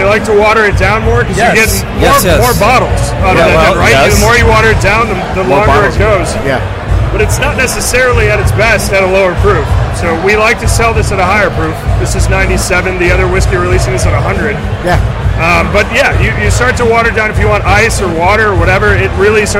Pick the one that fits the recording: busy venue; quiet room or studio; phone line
busy venue